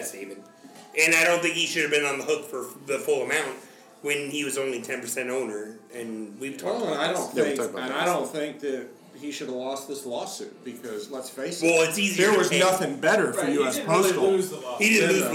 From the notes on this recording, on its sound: This is a live episode. Sound quality is not optimal so be warned.